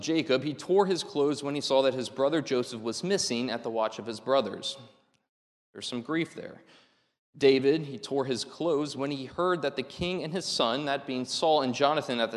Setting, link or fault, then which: setting, large echoing room